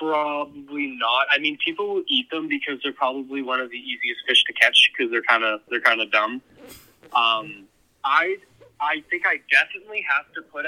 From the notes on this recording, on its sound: Is joined in the studio. The guys are joined by phone in guest.